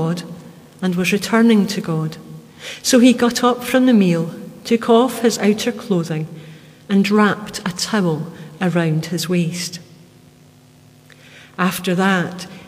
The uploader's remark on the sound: Our live stream of todays service celebrating Holy Week. Today we welcome our fellow Bo'ness Churches for this special event.